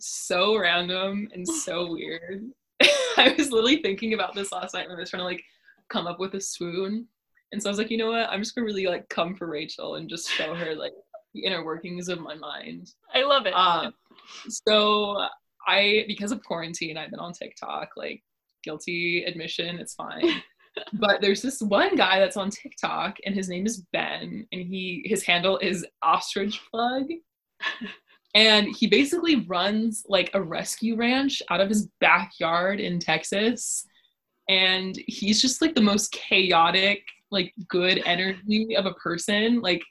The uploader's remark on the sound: This time from the virtual Zoom studio.